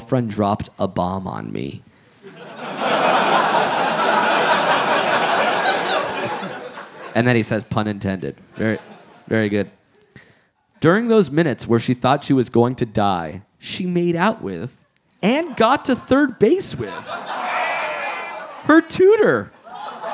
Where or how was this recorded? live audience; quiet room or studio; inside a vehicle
live audience